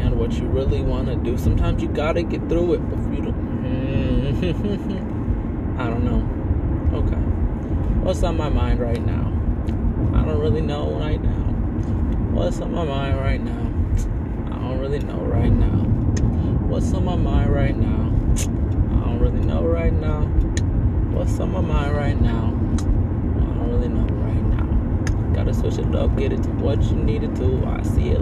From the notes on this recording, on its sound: On the drive. Rhyming while going home and I recorded it as a podcast before.